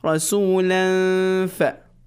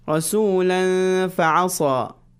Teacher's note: When you suppress the sound of noon, make it into a ghunna and prepare for the next letter.